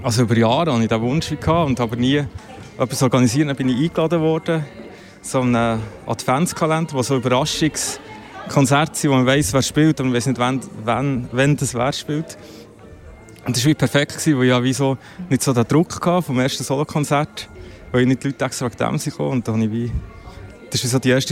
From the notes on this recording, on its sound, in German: Live aus dem Royal